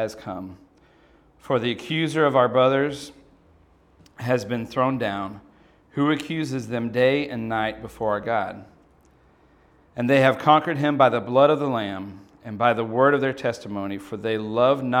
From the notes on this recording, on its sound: From the God’s Men God’s Mission conference.